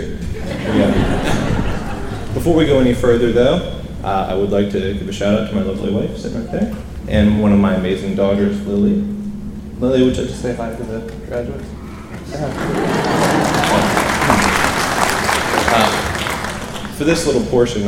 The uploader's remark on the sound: The keynote speech at the Freedom Area High School 2018 Commencement ceremony. Recorded live at Freedom Area High School.